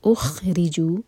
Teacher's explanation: خا کی کلیئر آواز آنی چاہیے جیسے گلا صاف کرتے ہیں